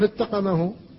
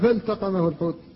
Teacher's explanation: اللام ساكنة وبعدها التاء وهما لسانيتان ومع ذلك لا ادغام هنا · Shown in: second take · لا يجوز أن تقول فالتقمه، لا بد أن تقول فالتقمه الحوت.